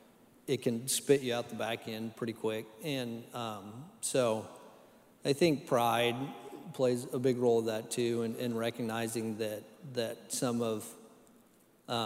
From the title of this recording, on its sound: Live Worship Service